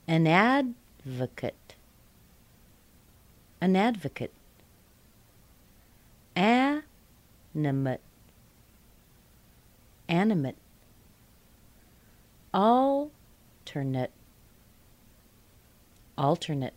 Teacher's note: Pay attention to the schwa sound in the A-T-E.